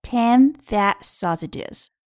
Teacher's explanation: All gone.好，那么现在呢，我们开始从头来讲解 Ten fatsausages，十根肥香肠。好，那么大家注意，发音，sausage 其中的 A U 发的是短音 A，那么字母 A 发的是短音 A，sausage。Ten fatsausages。那么其中的 fat 的 T 可以失去爆破